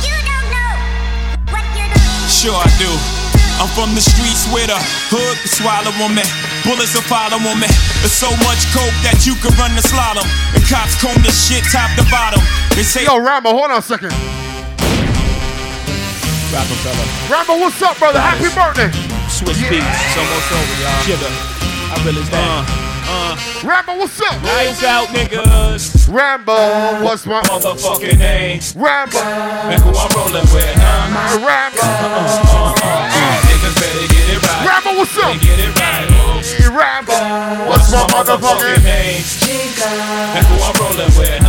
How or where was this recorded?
busy venue